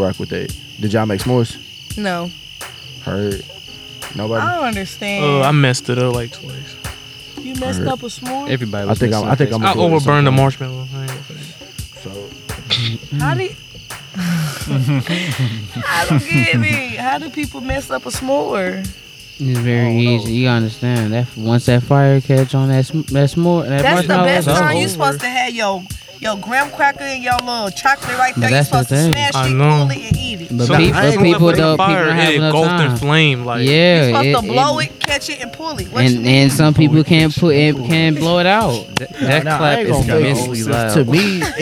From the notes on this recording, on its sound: Recorded live at Shaw Nature Reserve, Missouri Botanical Gardens, September 22, 2023 around a campfire.